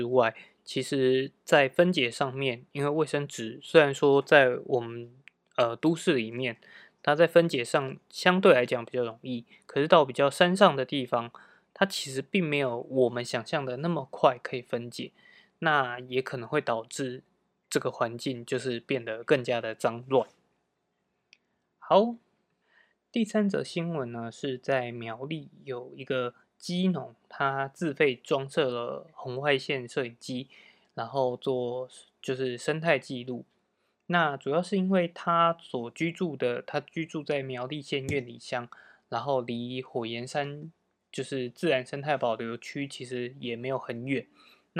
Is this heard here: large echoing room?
no